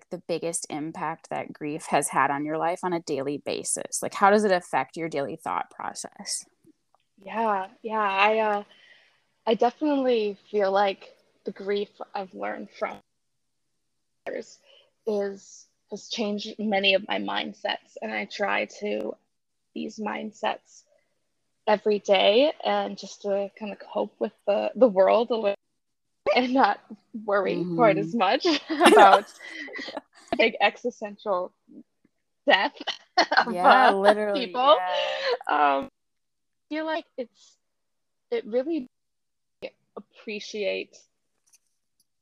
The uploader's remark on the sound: The audio in this conversation is unfortunately pretty choppy. If you made it through the choppy audio, I applaud you.